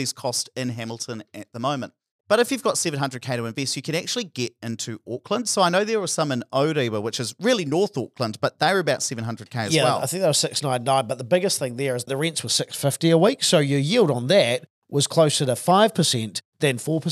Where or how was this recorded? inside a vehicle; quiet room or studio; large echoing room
quiet room or studio